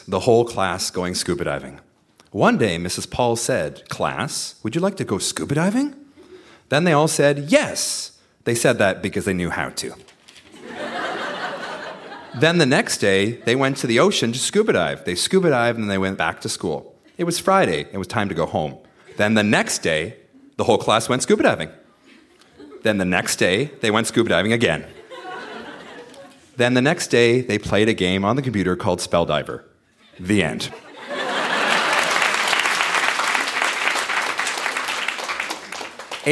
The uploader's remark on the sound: Recorded live at The Spice Factory in Hamilton.